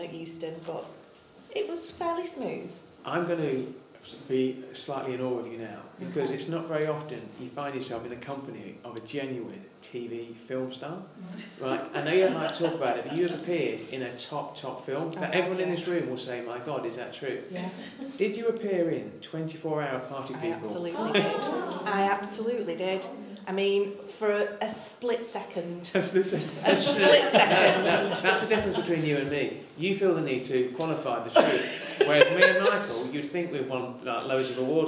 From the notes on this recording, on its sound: Held their first live event at The People’s Powerhouse, which is committed to creating a better and more equal North.